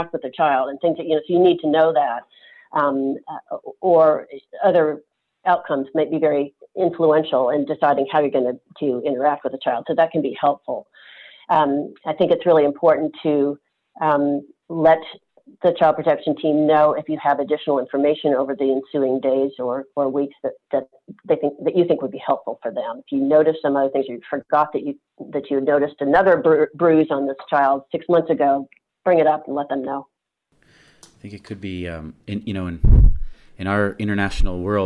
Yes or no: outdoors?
no